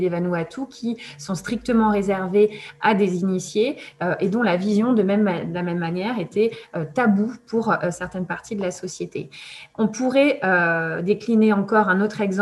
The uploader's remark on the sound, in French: Enregistré sur Zoom le 4 février 2021